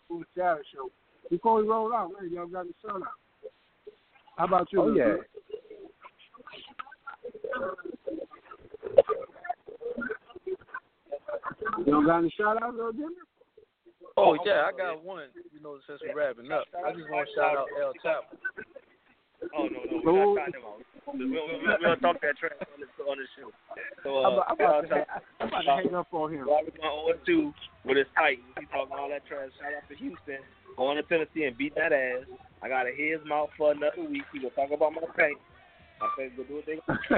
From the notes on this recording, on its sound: Live from AppleBee's.